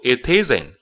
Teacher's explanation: It 跟 isn't 要连读